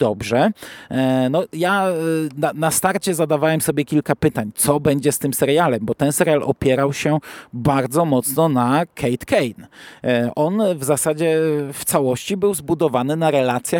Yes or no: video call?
no